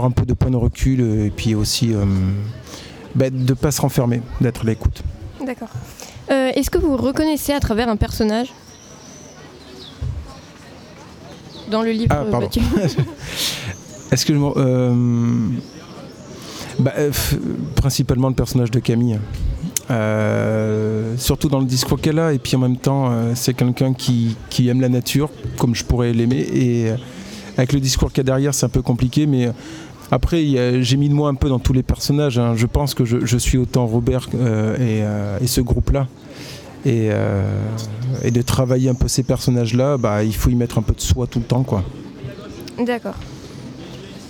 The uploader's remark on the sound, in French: Toute une émission en direct le 4 juillet de 9h à 18h à l'occasion du LIVRODROME qui proposa ce jour-là sur le quai Baluze à Tulle. Toute une émission en direct le 4 juillet de 9h à 18h à l'occasion du LIVRODROME qui proposa ce jour-là sur le quai Baluze à Tulle.